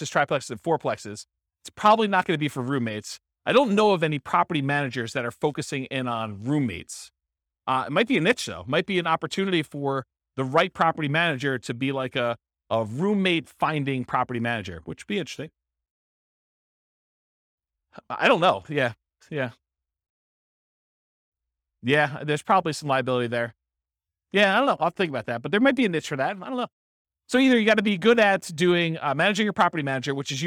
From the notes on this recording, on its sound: This was a live class recorded